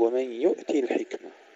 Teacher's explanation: يؤتي الحكمة بكسر التاء بدل فتحها. وإذا وقف فإنه يثبت ياء، يؤتي على مذهبه في إثبات الياءات التي تحذف وصلا لالتقاء الساكنين.